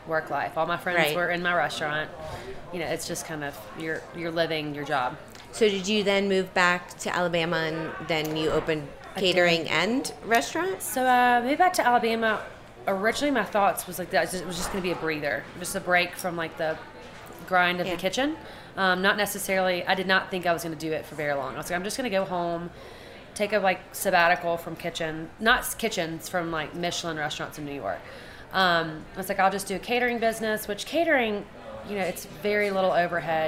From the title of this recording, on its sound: "On the Road" at the James Beard Foundation Awards, and Food & Wine Classic in Aspen 2019